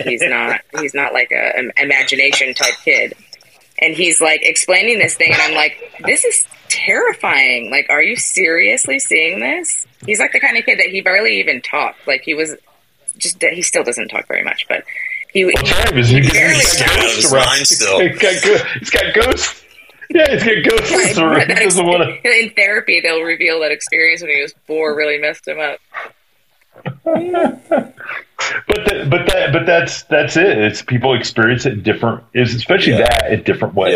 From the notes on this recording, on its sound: Our apologies in advance for the poor audio content. We were out of town and were having all kinds of internet and technical issues.